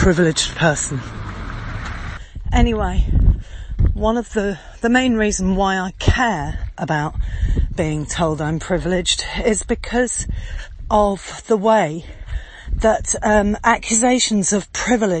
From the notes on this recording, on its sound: Walking talking audio podcast. Sound’s a bit fuzzy some of the time, mainly because I’m out on a hike over rugged ground and very steep hills, and am rather out of breath! The beautiful countryside of the Axarquia.